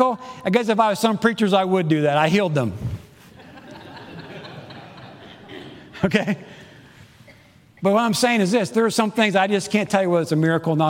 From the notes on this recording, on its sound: Preached Sunday June 12, 2022 in the AM service